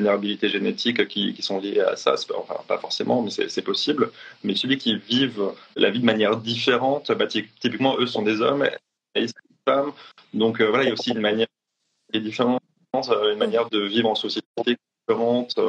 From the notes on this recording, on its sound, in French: live enregistré sur Instagram